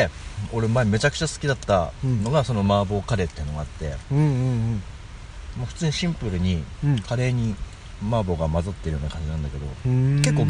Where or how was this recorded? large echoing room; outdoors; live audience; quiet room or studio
outdoors